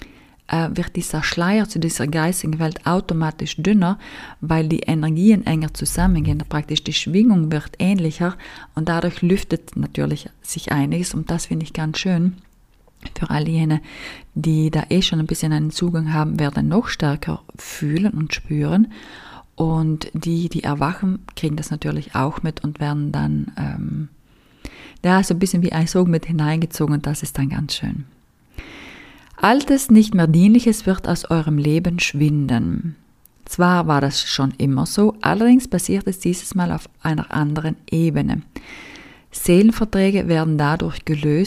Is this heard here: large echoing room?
no